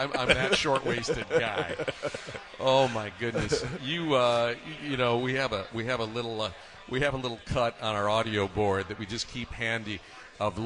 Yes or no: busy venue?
yes